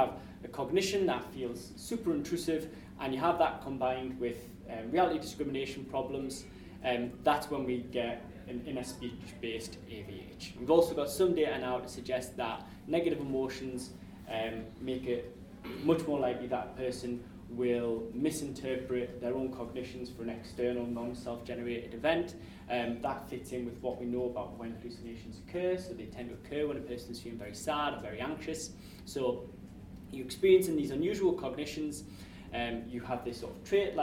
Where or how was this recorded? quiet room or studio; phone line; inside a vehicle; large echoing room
large echoing room